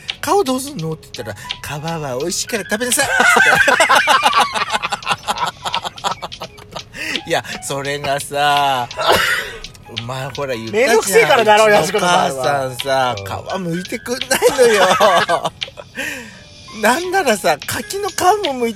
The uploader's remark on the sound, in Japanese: パーキング収録。